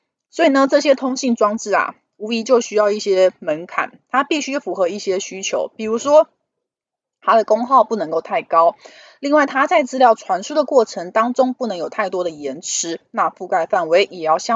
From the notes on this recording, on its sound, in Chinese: 本集有些許雜音，已亟力避免，如有察覺請多多包涵